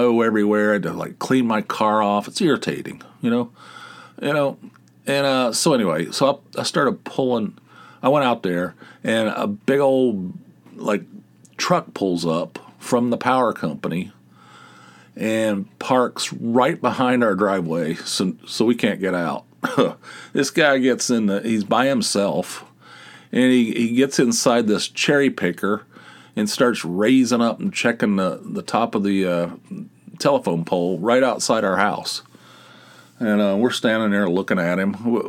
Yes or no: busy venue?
no